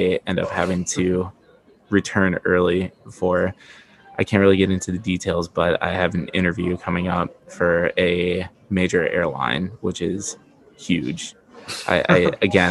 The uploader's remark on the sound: This episode was taped from Delta’s SkyClub at Detroit so enjoy (or excuse) the background noise!